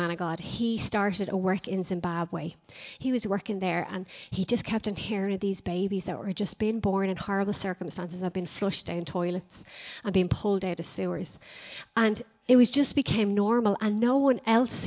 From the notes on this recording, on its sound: Recorded live in Liberty Church in 2019